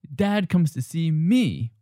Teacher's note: Dad comes to see me with an extra stress on me.